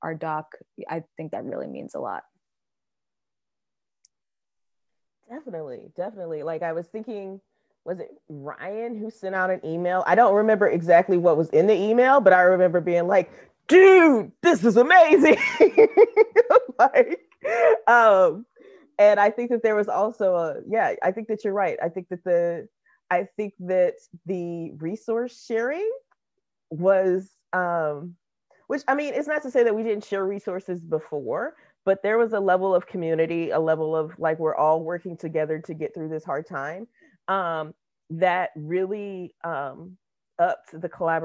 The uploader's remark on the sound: Recorded using Zoom